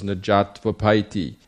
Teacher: So that when it najatu, the u at the end of jatu, because it's before a vowel, it's pronounced like va